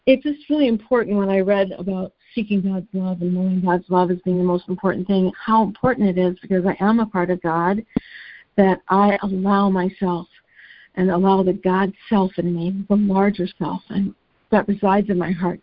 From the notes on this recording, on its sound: ACIM Daily Conference Call